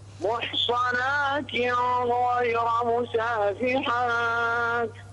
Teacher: أظهر النون في التنوين هنا